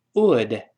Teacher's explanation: 先读 w 的声音，双唇碰在一块分开 wo 然后后面发 o would 这么一个声音